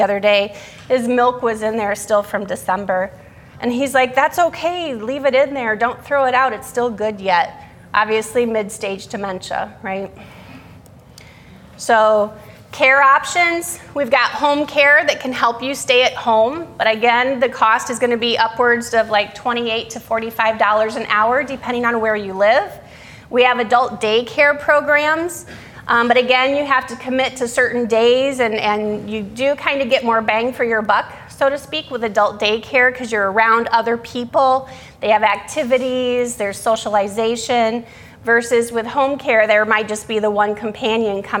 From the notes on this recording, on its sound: Today's podcast is a session that was recorded from our Alzheimer's and Dementia seminar held here at McGregor Baptist Church on February 19th, 2022.